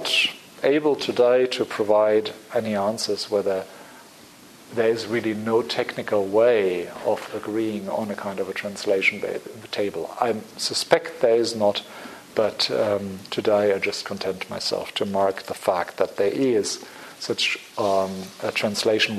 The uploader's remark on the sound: Public Seminar Series, Hilary term 2014. Recorded on 5 March 2014 at the Oxford Department of International Development, University of Oxford.